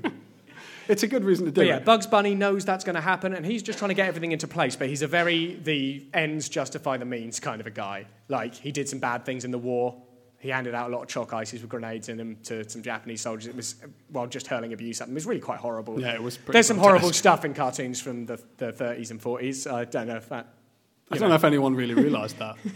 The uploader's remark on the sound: In this, the first ever Space Jam Continuum Live Show. Enlist the help of a studio audience.